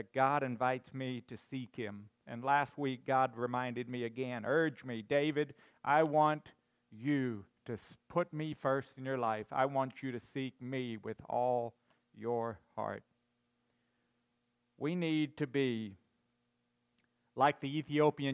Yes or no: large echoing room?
yes